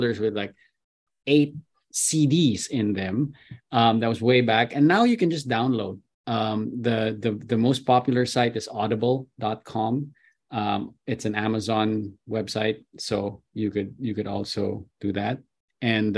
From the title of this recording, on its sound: Webinar Recording